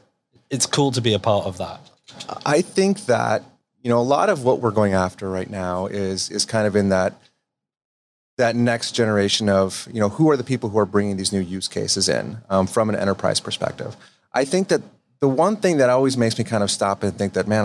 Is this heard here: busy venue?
yes